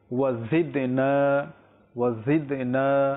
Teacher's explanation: যখন নুন আমরা উচ্চারণ করবো ওয়াজিদনা সেখানে আমরা একটু টানব